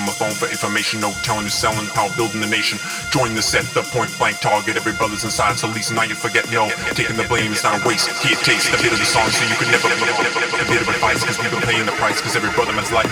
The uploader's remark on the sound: live from Yuca Club, Cologne (Germany)